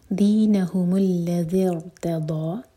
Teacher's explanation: ارتضا ملا کر پڑھیں گے تو دینهم الذی ارتضا، یہ رو ساکن ہیوی پڑھا جائے گا